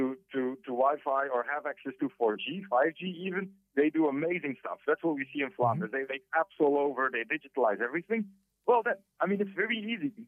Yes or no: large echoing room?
no